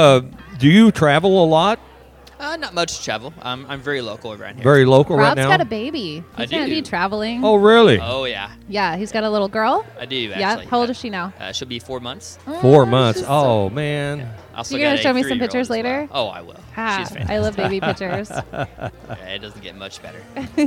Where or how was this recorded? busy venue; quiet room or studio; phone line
busy venue